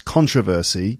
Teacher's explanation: So controversial, and the noun is traditionally in British English, it's supposed to be controversy with the stress on the second syllable, controversy, whereas in the United States, the standard way of saying it is with the stress on the first syllable